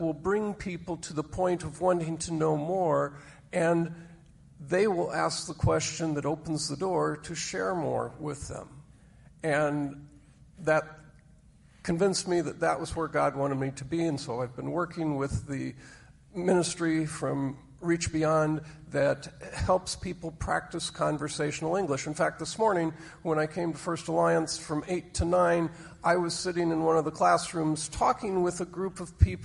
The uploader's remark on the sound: Recorded live on Sunday, August 21, 2023